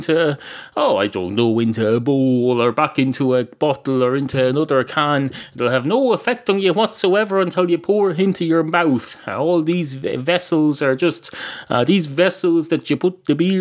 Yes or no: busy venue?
no